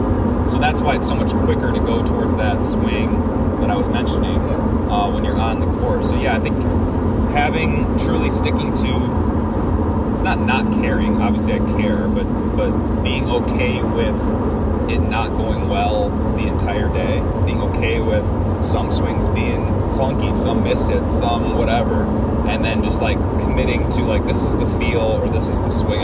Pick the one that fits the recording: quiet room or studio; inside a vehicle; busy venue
inside a vehicle